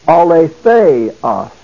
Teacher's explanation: the first alpha has the smooth breathing mark, which tells us that there is no H sound to be pronounced before the alpha. Also notice the accent mark is over the iota.